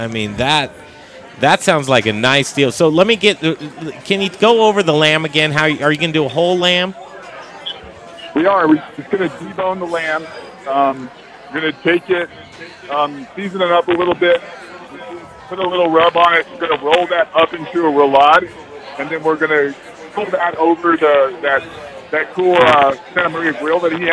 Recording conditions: busy venue